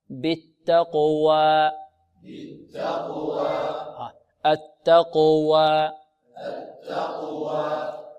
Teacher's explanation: الألف التي بعد الواو بمقدار حركتين، لا نزيد على حركتين ولا نختمها بهمزة